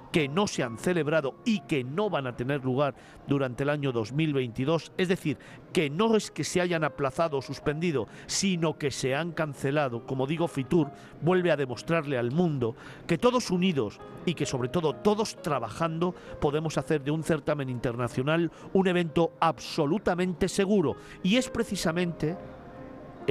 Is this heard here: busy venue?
yes